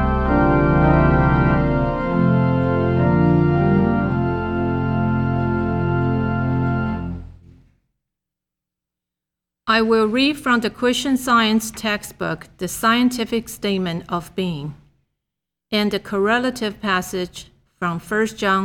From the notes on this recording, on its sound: The Sunday service audio